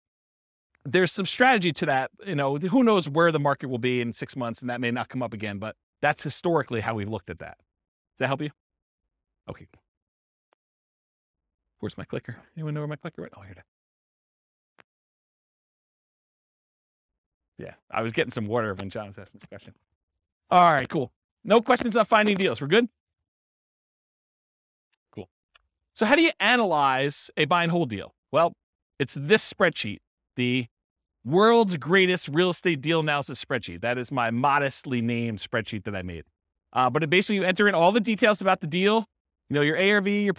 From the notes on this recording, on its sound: This was a live class recorded